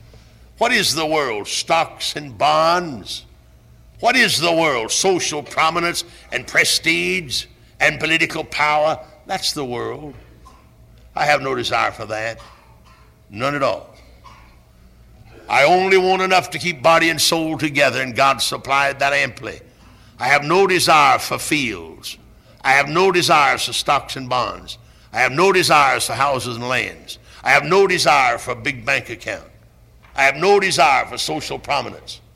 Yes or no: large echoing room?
yes